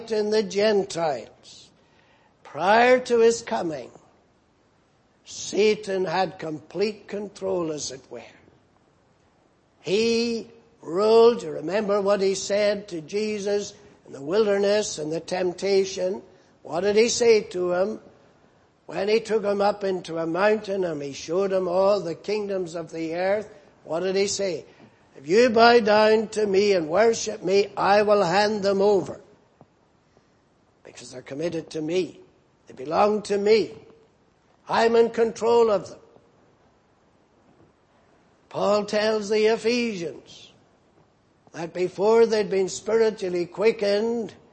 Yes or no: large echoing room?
yes